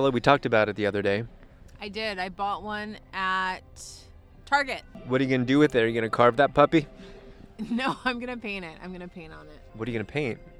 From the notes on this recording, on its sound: report live from Nights of the Jack: A Drive-Thru Halloween (s)Experience